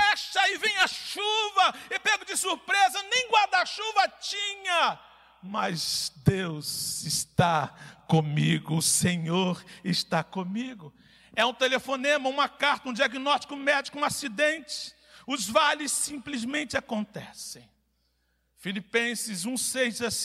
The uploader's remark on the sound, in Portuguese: CULTO - AO VIVO.